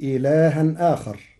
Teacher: قرأ ورش كلمتي إلها آخر بنقل حركة الهمزة إلى الساكن قبلها وحذفها مع تثليث البدل، وقد جرى القارئ على التوسط.